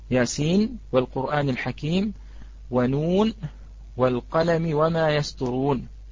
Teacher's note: لأن هناك من القراء ما أدغم ومنهم ما أظهر، فحفص رحمه الله من المظهرين الذين يظهرون النون عند الواو هنا بما أنها من كلمتين، والناظم رحمه الله لم يذكر هذه المسألة في أبياته. · Term: الإظهار